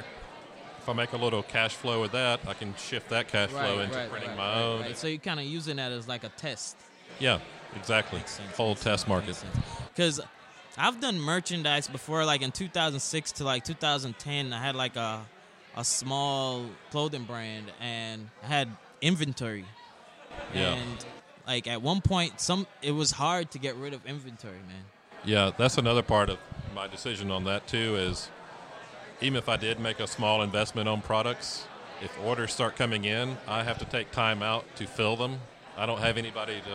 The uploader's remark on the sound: Live at Creative South